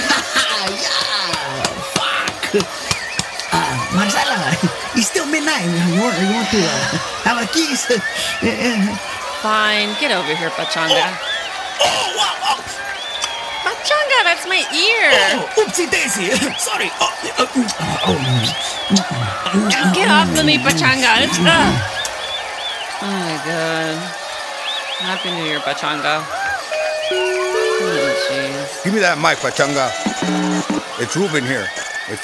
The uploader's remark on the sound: A New Year’s Eve celebration live from the Montebello Mall parking lot.